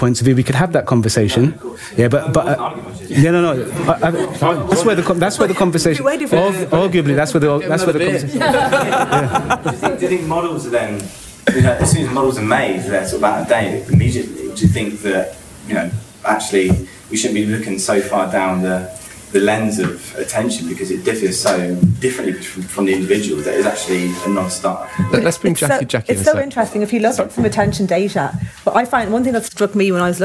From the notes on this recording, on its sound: Attention Special: LIVE at The Last Thursday Club. Recorded at IAB UK HQ in front of an audience of members at our second Last Thursday Club.